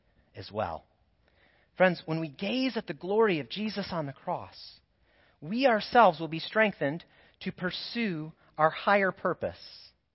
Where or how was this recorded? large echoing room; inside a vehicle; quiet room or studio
large echoing room